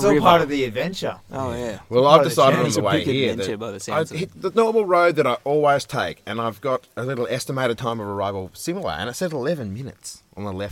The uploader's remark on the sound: We adventured into a deep part of the southwest this week and set up the microphones under the stars to record out in the wild. That's right, no studio, no rooms, no sound barriers, just the open air with space to echo and carry on. Yes, the sound isn't studio quality brilliance, it's the sound of recording out in the open in the bush.